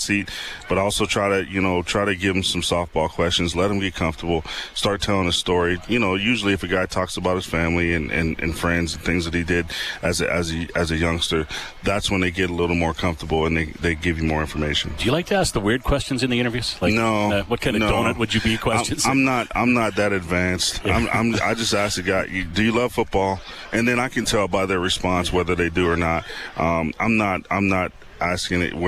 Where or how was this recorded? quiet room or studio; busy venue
busy venue